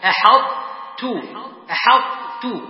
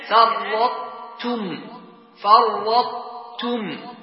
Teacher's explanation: تنطق الطاء من غير قلقلة ولا تدغمه إدغاما كاملا، تدغمه إدغاما ناقصا في التاء، ما السبب؟ لقوة الطاء وضعف التاء، وليس من إنصاف الطاء بقوته أن تدغمه في حرف ضعيف مثل التاء.